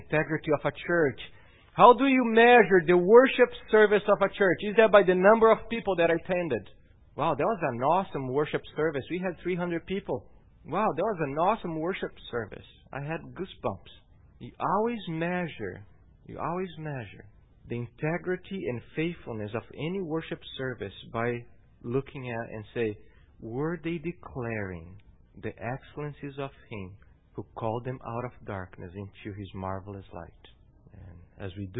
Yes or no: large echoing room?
yes